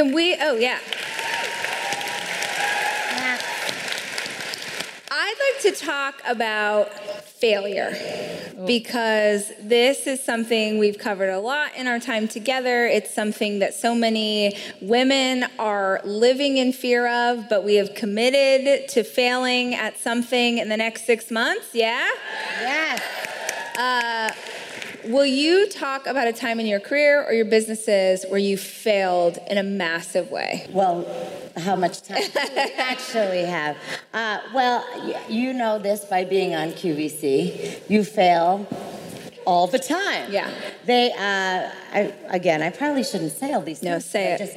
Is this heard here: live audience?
yes